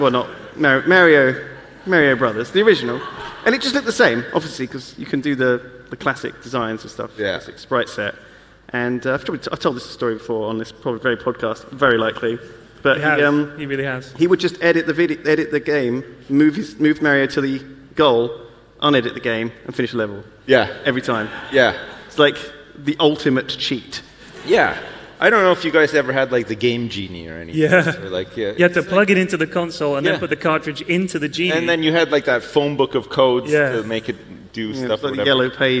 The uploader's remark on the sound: Live from YogCon